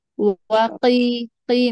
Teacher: قاف مجهورة، مش لازم يطلع معها همس، هو قيل يعني حكينا الكسرة بتسحبك لتحت، فبصير يعني قوة زيادة على قوة الحرف، يكون قاف حرف قوي، انتبهي ما تهمسي فيها.